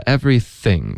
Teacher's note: 注意一下 everything 这里 th 的音舌尖贴着上齿